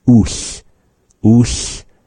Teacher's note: Maybe a little bit more back, behind the teeth pressing against the roof of the mouth. And we blow air out the side of the mouth between the tongue and the teeth. Whatever is natural for you, if it's your right or your left side.